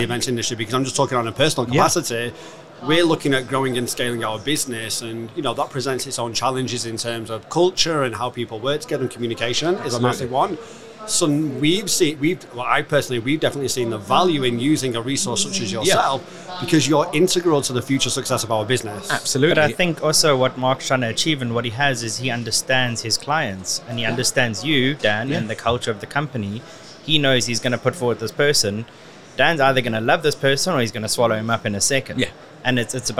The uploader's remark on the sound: Live from SES